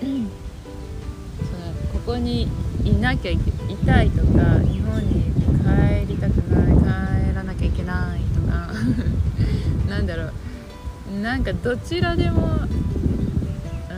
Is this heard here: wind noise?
yes